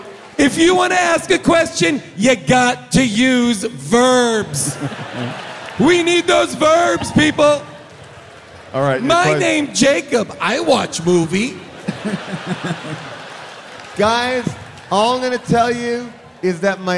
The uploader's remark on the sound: Recorded live from Seattle